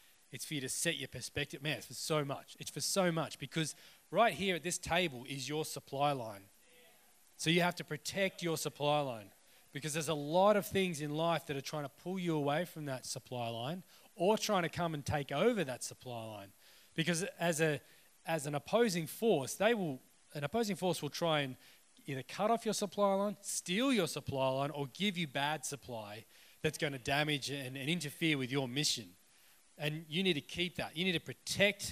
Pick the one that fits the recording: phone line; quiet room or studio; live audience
live audience